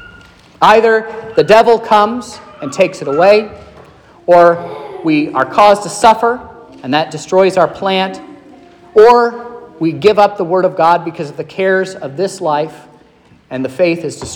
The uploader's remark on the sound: This is the sermon preached at Trinity Lutheran Church in Vallonia, Indiana, on Sunday, February 12th, 2023.